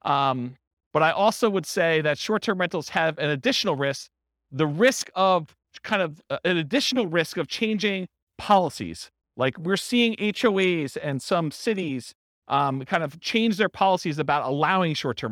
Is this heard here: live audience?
yes